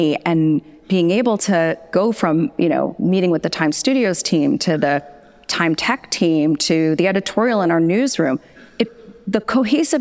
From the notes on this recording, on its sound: Last week, I was in Chicago to attend the Omeda OX6 conference, where I recorded a live version of The Rebooting Show podcast.